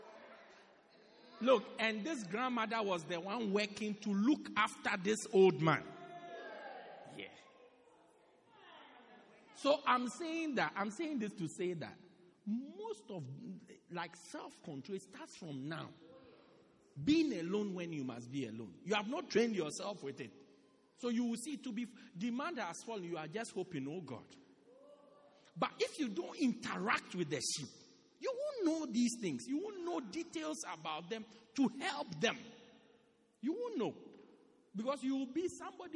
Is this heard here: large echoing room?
yes